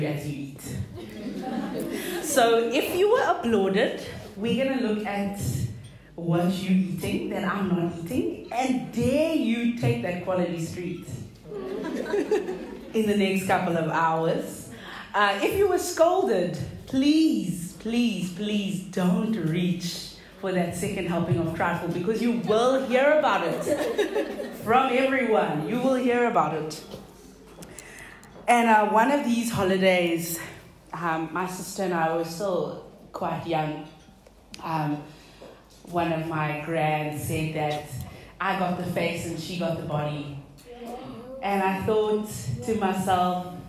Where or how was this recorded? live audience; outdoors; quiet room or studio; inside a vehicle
live audience